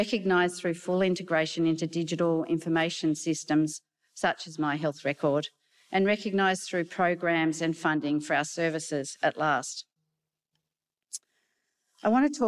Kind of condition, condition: setting, large echoing room